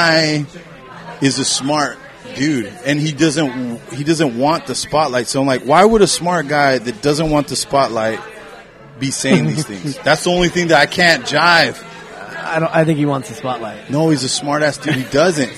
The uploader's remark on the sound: live from Martin City Brewing!